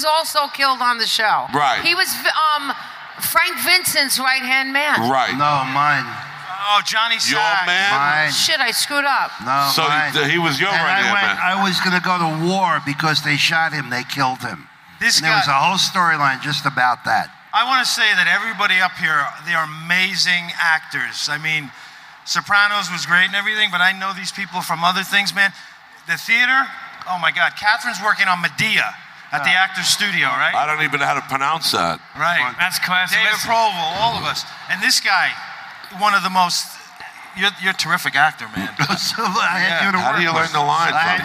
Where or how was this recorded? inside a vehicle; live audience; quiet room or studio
live audience